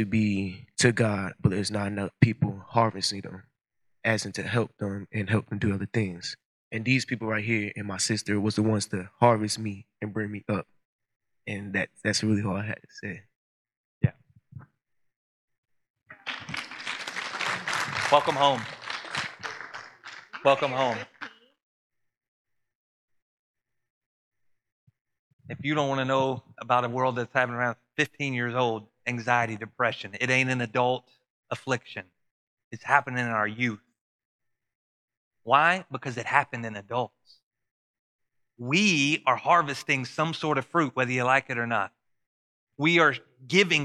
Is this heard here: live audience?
yes